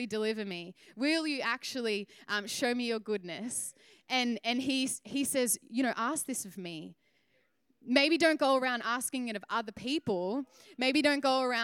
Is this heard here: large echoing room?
yes